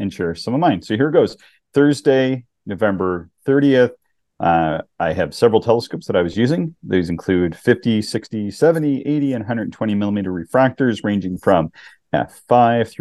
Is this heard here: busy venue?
no